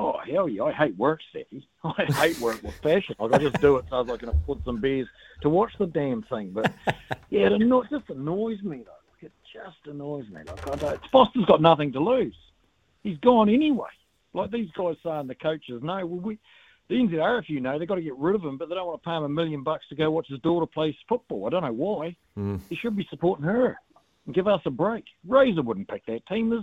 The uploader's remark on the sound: Your calls & texts